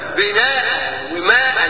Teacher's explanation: عن ابدال التنوين المنصوب الواقع بعد الهمزة ابداله في الوقف الفا · Term: مد بدل